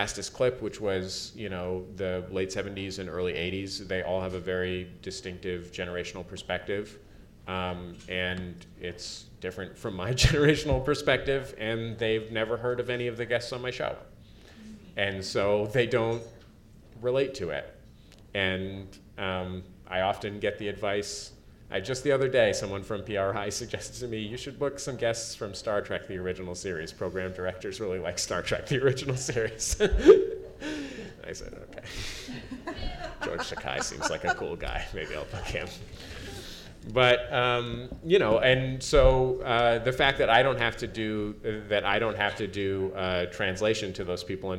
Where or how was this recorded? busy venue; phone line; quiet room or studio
busy venue